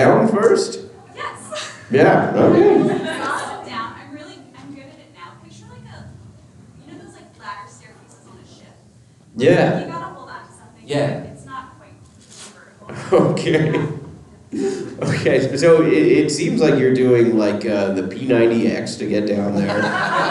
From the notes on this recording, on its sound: Calgary Expo 2023 LIVE. Are live from Calgary.